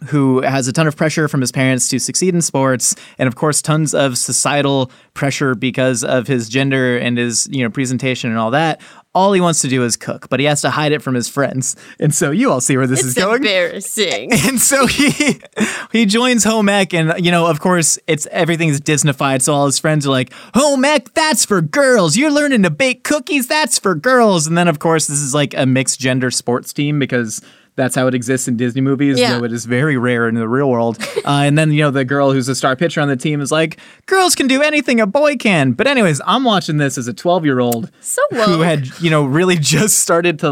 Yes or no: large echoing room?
no